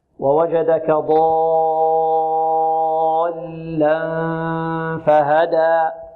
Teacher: إذن هنا وهنا نبر، نبر أي ضغطة، وتكون في الحرف، في الحرف المشدد الذي بعد حرف المد، ضالا. ولا نبالغ في هذا الضغط، لا نبالغ فيها النبر هذه، هكذا.